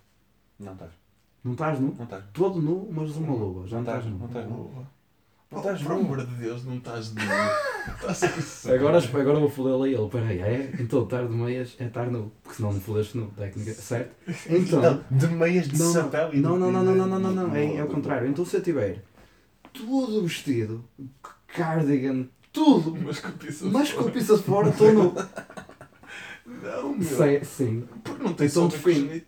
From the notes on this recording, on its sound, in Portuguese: A gravação fantasma que deu início a todo este projeto. Peço desculpa pelo volume abaixo do normal neste episódio, mas não foi gravado com consciência.